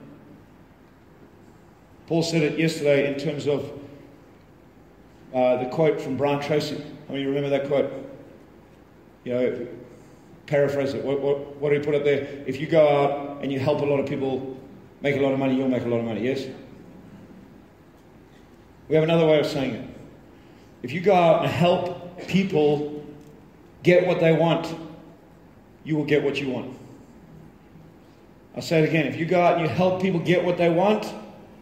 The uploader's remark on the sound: This is a live recording. At The Real Entrepreneur event.